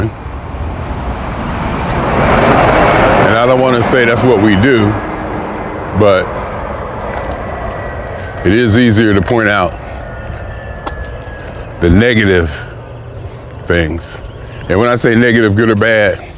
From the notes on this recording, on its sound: Me Walking Talking